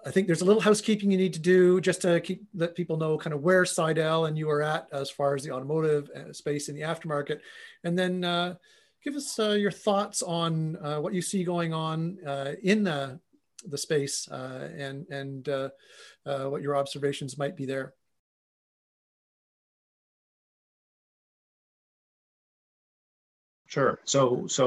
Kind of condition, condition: link, video call